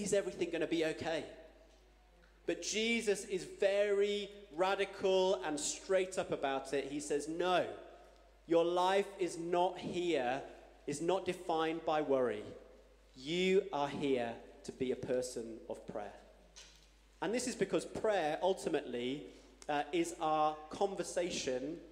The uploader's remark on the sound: Streamed live at St Paul's Shadwell.